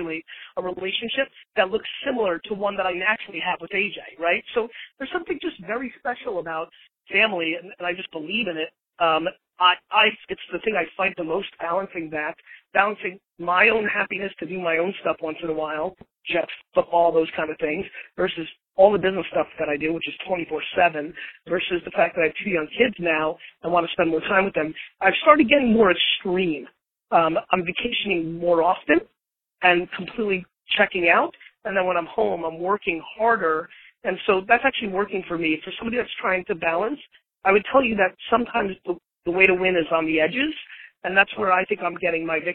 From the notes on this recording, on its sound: To record, I was on an iPhone from an Atlanta parking deck. Was on his phone riding in a taxi through Manhattan…